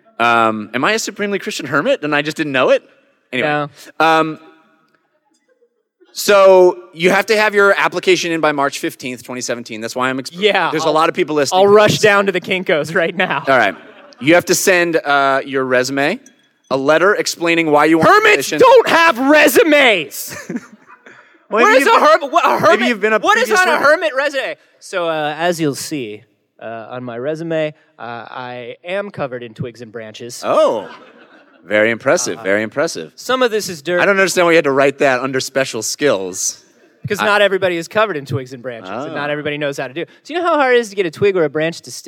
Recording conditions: busy venue